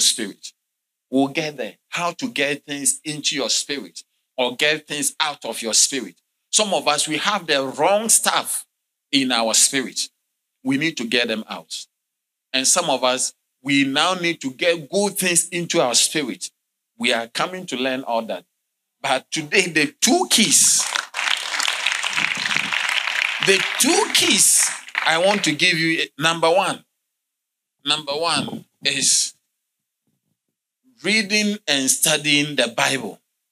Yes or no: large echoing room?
yes